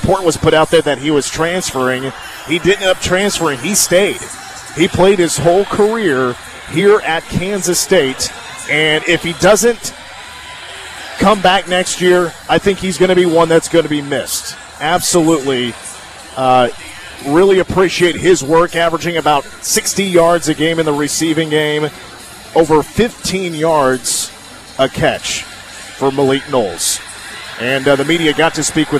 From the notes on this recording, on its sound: press conference